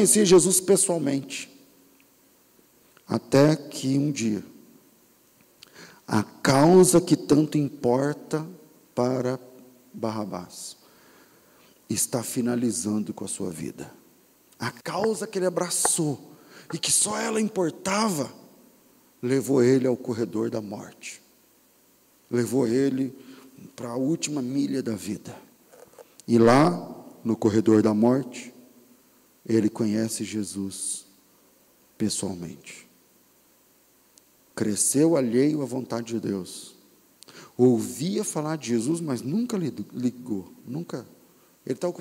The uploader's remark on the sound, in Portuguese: Culto ao vivo